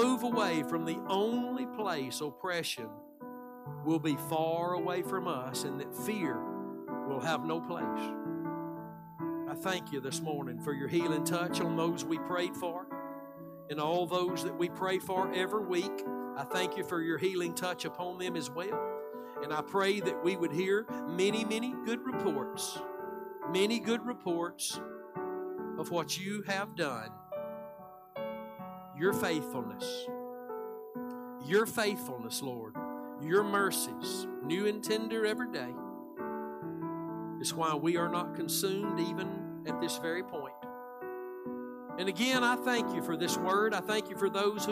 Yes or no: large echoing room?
yes